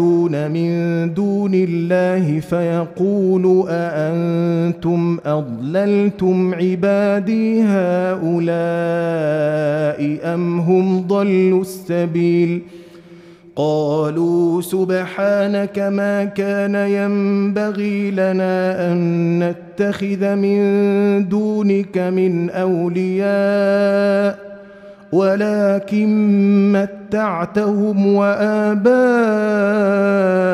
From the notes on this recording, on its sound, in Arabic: مسجل من صلاة التراويح بمسجد السلام بحي مشرفة بجدة.